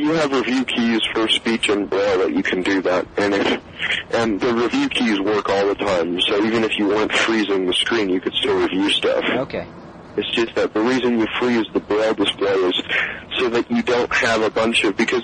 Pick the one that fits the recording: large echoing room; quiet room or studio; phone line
phone line